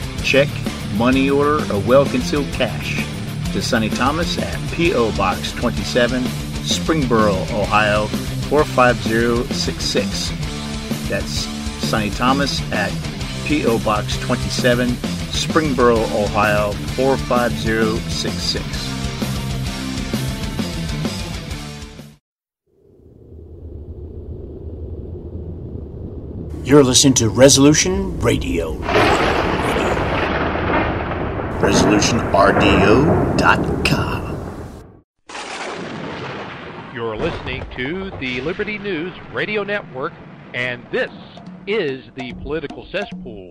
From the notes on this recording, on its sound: TPC’s annual celebration of the South officially kicks off with a live remote broadcast from South Carolina, where authors of The Honorable Cause: A Free South and other special guests are on hand for interviews and to sign copies of the book!